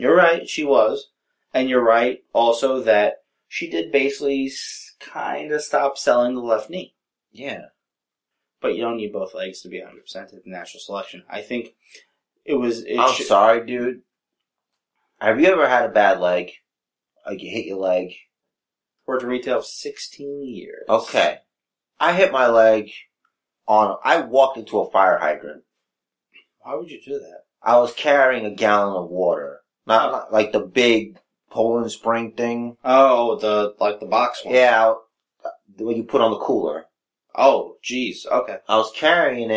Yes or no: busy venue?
no